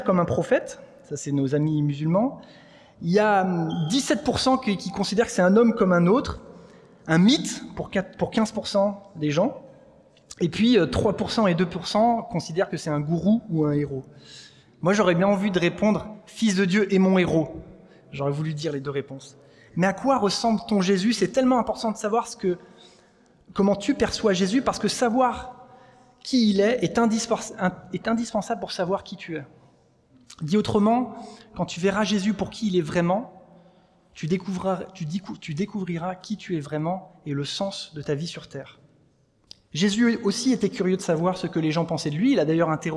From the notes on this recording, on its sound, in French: Enregistré à l'église CVV